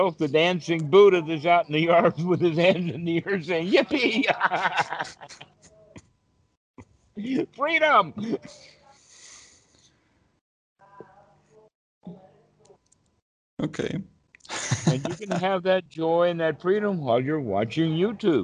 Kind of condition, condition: link, video call